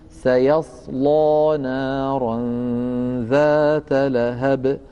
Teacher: لذلك خذوا مثلا قوله تعالى سيصلى نارا ذات لهب، سيصلى، هذه اللام مفتوحة وقبلها صاد ساكنة، إذن شرط التفخيم فيها متحقق، وبعدها ألف لورش فيها وجهان، الفتح والتقليل. فإن كنا نقرأ بفتح الألفات لورش لا بد من تفخيم اللام